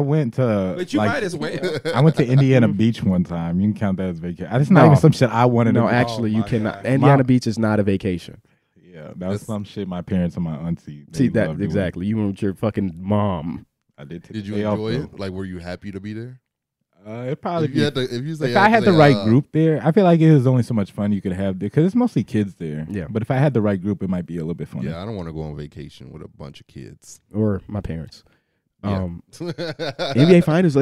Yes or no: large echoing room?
no